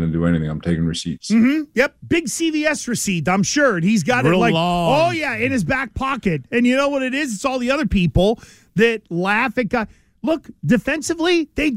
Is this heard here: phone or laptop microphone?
no